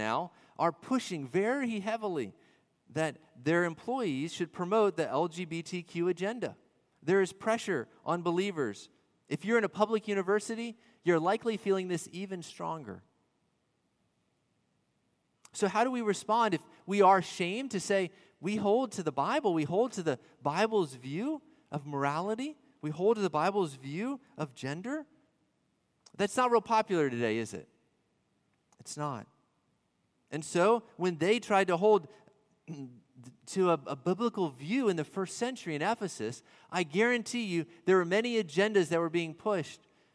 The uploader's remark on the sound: At Redeemer Presbyterian Church in Charleston, SC